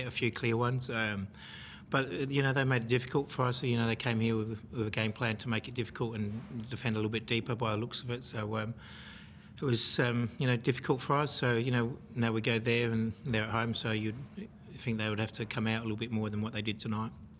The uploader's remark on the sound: Post-match Press Conference. Adelaide United v Western Sydney Wanderers.